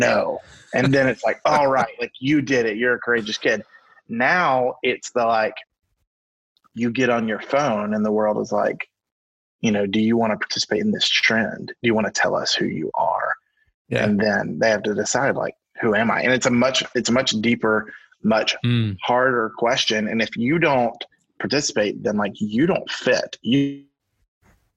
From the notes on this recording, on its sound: Via Zoom.